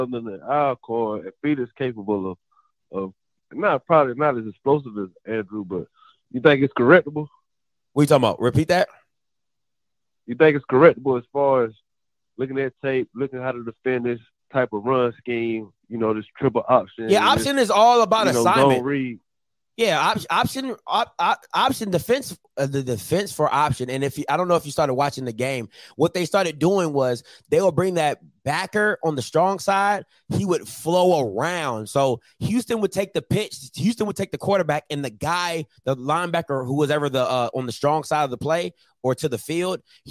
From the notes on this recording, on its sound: Jackson State Fans Call In Into the Channel